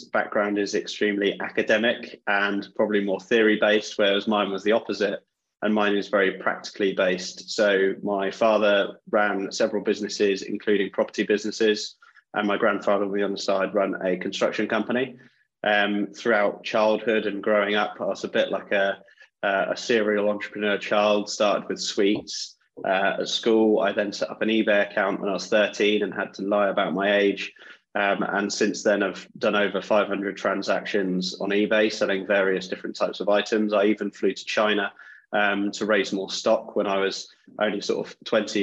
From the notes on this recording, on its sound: Sat in the hot seat at Property Jam Towers (or their own houses because we record on Zoom!!).